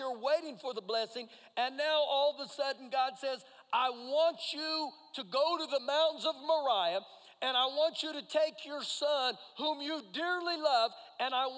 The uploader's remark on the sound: Recorded live during our Sunday Morning service